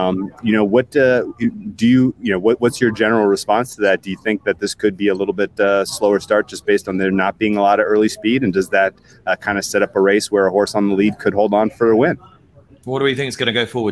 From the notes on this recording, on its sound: Live from Churchill Downs